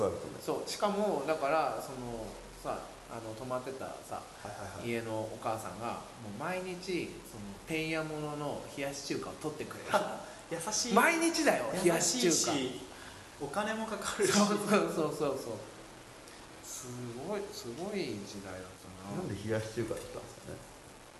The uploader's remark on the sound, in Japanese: イベントの空き時間に収録